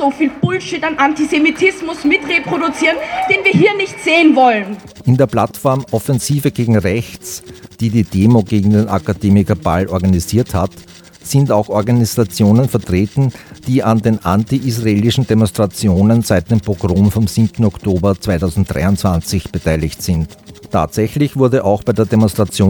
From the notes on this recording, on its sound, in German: Ausschnitte aus der Kundgebung (die meisten Reden – aus urheberrechtlichen Gründen ohne den Ton von zugespielten Videos und ohne Musik). Bei der ersten Zwischenkundgebung ist das Aufnahmegerät beim Einschalten vorübergehend eingefroren.